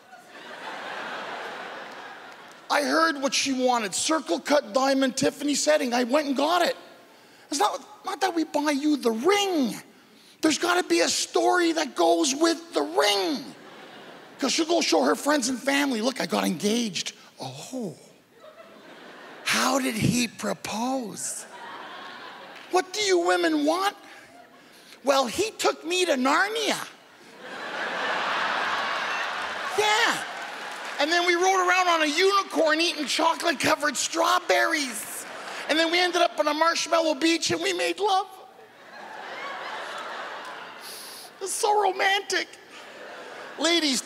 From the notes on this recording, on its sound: This stand up performance took place at the Just for Laughs Festival in Montreal, Quebec in 2014.